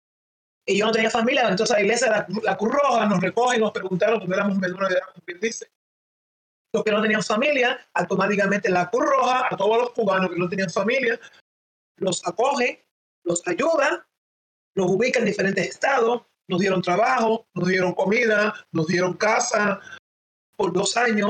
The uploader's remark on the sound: The audio is a bit rough, and we apologize for, but if you can get over that technical glitch you'll be inspired.